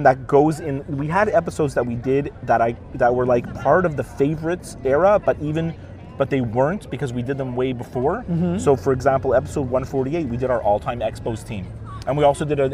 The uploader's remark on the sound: Recorded on location from the pool at the Wynn hotel in Las Vegas.